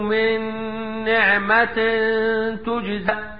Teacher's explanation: ادغام بغن لوقوع ايه؟ النون بعد النون الساكنة في كلمتين